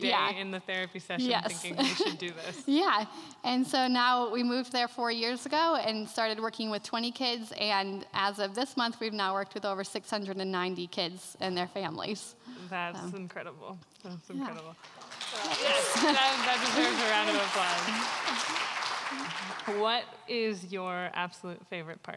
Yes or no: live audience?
yes